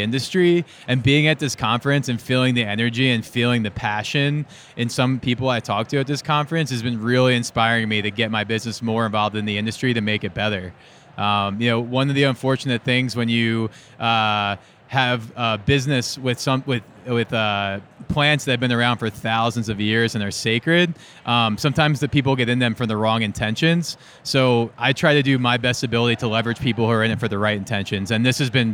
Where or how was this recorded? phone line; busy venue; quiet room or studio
busy venue